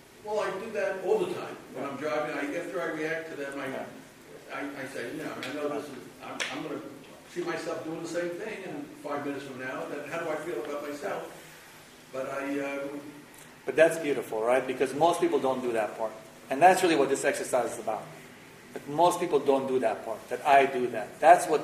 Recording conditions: poor sound quality